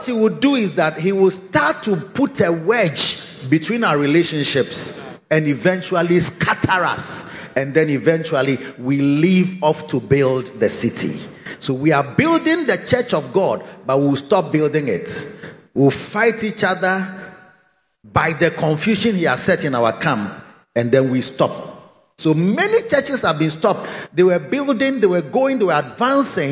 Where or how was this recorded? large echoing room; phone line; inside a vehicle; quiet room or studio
large echoing room